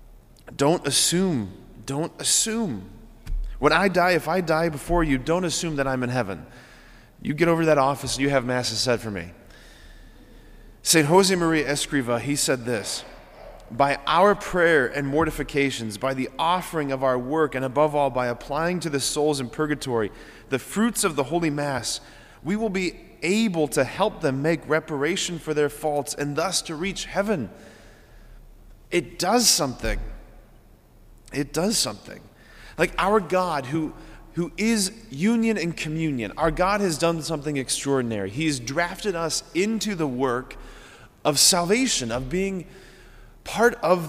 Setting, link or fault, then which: setting, large echoing room